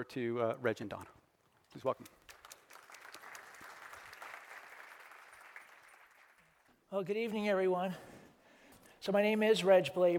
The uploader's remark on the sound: This episode features a live-taping of VPP's Annual Meeting that was held on 10/24/2019